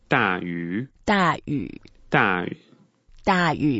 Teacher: Make sure when you say 雨, you go down first, then up again. · Term: third tone